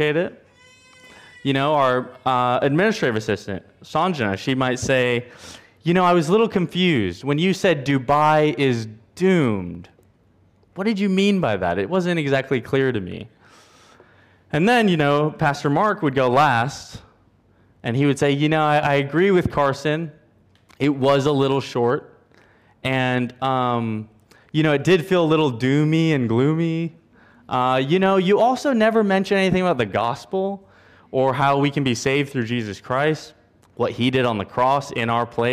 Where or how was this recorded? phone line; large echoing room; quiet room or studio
large echoing room